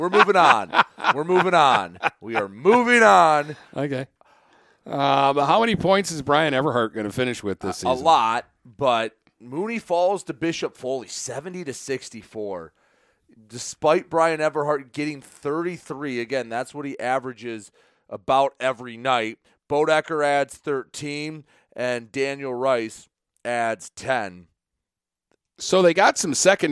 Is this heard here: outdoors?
no